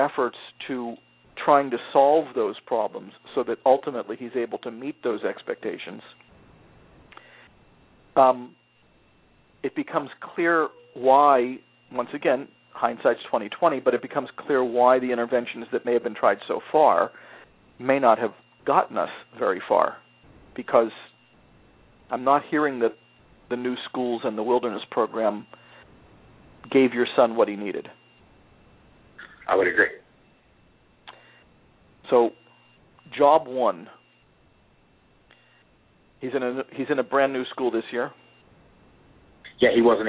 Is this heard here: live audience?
no